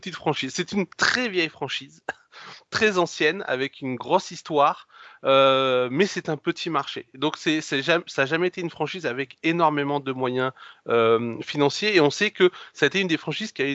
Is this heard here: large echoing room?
no